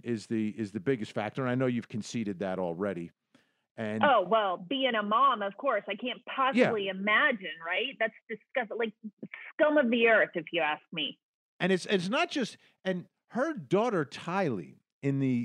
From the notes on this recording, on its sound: Court TV was there with gavel to gavel coverage. You’ll hear some of that audio and a jail house call.